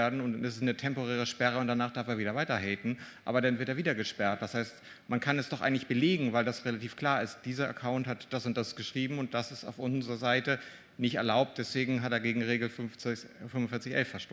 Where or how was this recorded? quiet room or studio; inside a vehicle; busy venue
busy venue